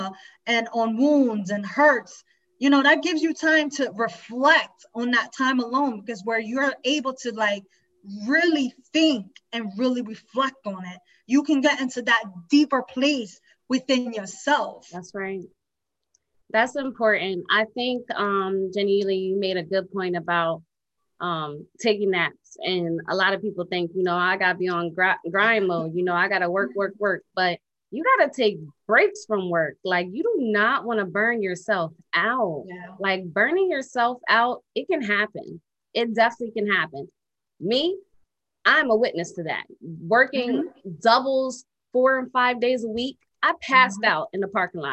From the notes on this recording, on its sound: LIVE TAPING PRE-RECORDED FROM FB LIVE DUE TO COVID19.